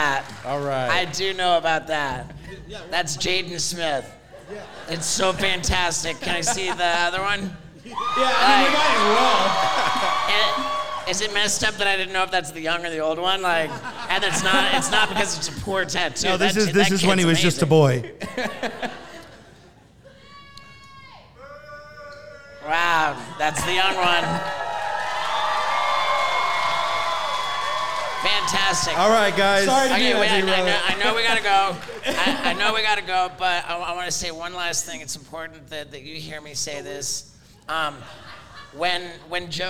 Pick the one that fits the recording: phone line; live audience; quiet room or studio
live audience